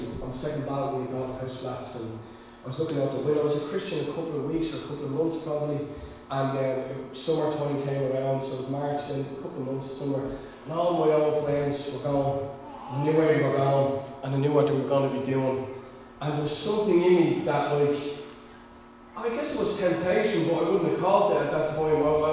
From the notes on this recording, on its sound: Recorded live at Liberty Church on 16th August 2020